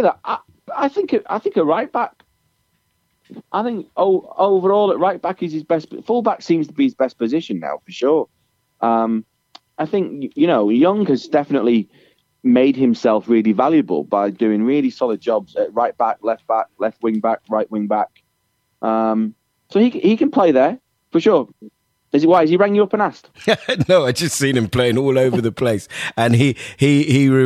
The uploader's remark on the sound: on the phone